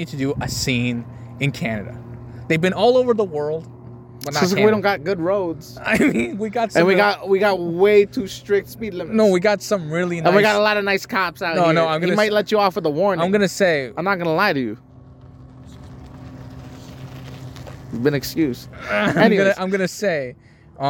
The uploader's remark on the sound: We Took It Outside